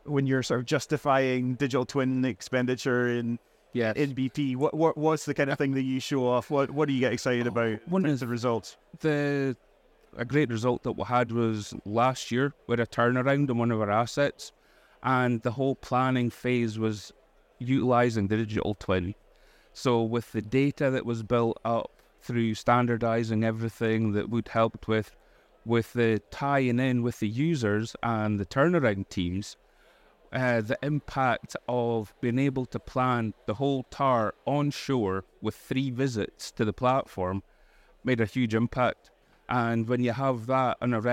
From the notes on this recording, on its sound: On this podcast recorded live at Offshore Europe 2023.